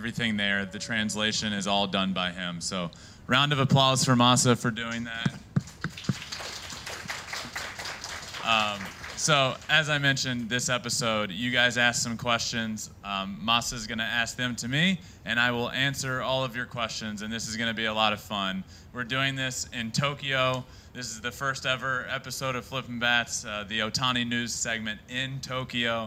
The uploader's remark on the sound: Q&A IN TOKYO, JAPAN. A Q&A with a live audience.